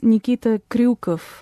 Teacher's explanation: you don't get that ryu sound in English, obviously, because we don't roll the R. So it ends up having to be an extra syllable, Kryukov.